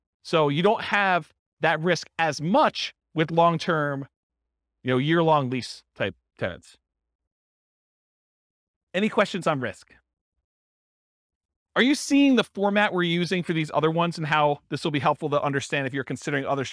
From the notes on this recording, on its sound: This was a live class recorded